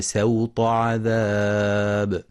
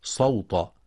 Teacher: والصواب أنها بالسين مع مراعاة تفخيم الطاء بعدها والحذر من سحب التفخيم للسين · Shown in: first take